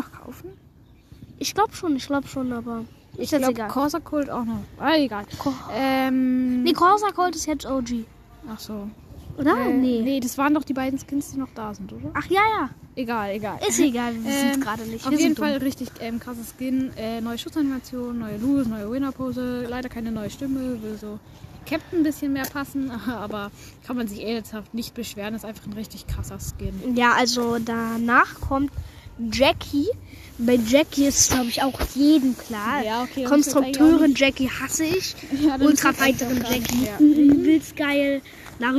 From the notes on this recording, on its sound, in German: Wir haben draußen aufgenommen sorry für Hintergrundgereusche.